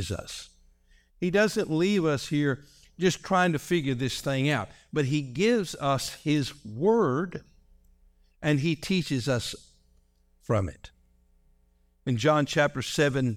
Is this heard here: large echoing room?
yes